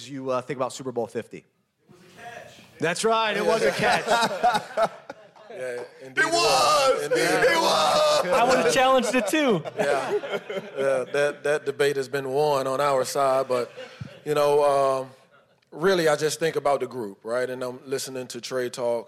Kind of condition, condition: setting, busy venue